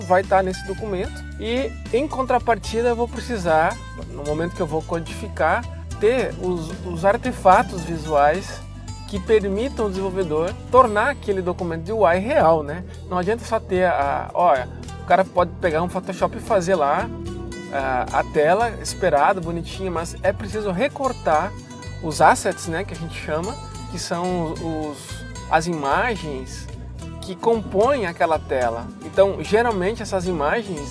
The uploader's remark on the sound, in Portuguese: Esse podcast é gravado durante o meu deslocamento no trânsito do Recife, dentro do carro enquanto dirijo por aqui.